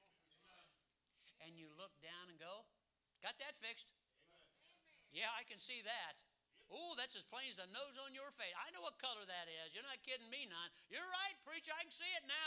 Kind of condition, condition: setting, large echoing room